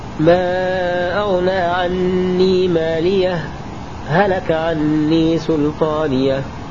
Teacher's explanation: أما كلمة مالية هلك، حالات الوصل عندما نثبت الهاء وهم كل القراء إلا حمزة فإنه يحذف وصل، فلهم وجهان: الأول الإظهار وهو الأرجح، فالإظهار لا يكون إلا بسكتة لطيفة بدون تنفس على هاء مالية، هكذا: ما أغنى عني مالية، هلك عني سلطانية.